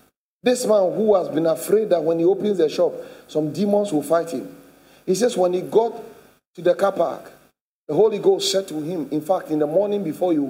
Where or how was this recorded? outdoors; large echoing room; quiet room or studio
large echoing room